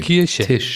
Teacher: das I spricht man wie ein I, nicht wie ein Ü. · Term: kurzes I